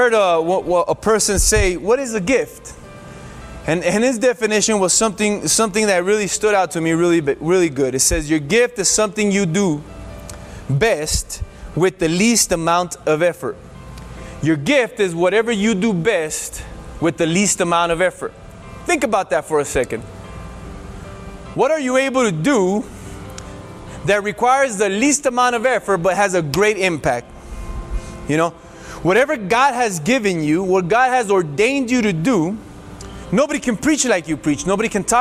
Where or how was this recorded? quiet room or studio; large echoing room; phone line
large echoing room